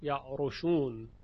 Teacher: شعبه یعرشون به ضم را خونده است